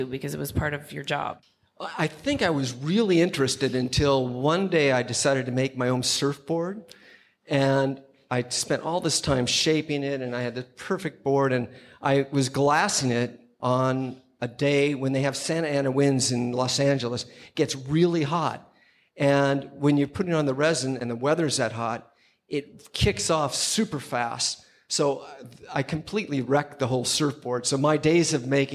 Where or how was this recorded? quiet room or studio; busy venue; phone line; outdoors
busy venue